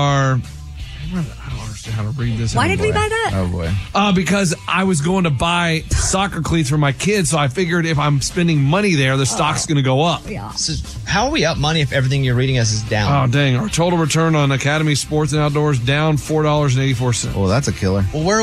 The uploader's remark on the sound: a listener called